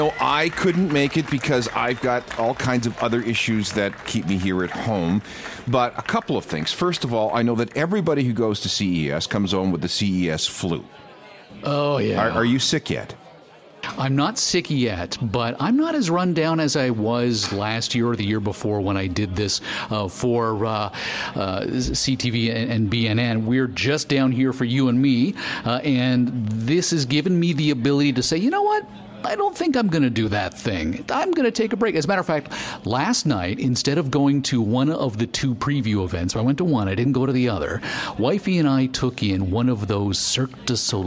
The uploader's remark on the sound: Live from the floor of the Las Vegas Convention Center at the 2018 Consumer Electronics Show in Las Vegas!